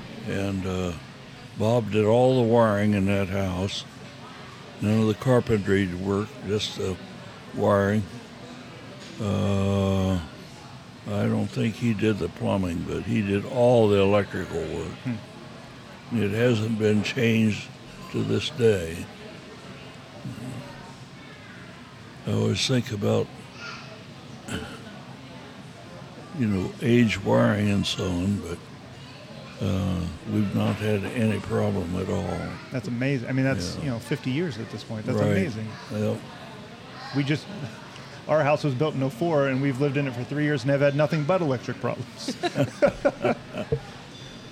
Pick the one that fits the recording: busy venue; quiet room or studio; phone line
busy venue